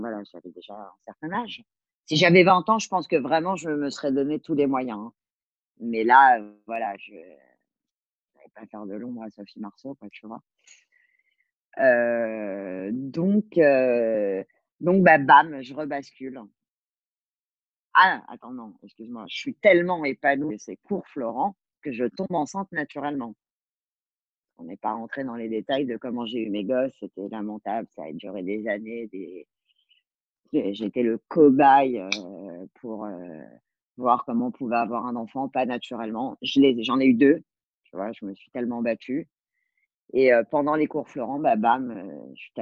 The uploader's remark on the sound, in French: Cet épisode toujours enregistré à distance pendant le confinement